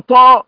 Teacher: لولا التفخيم الذي في الطاء لكانت تاء